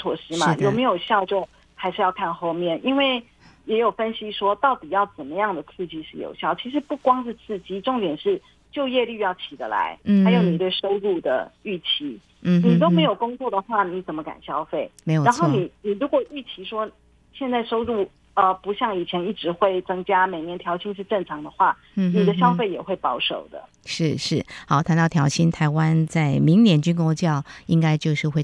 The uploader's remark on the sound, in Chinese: 連線訪問中央社駐上海記者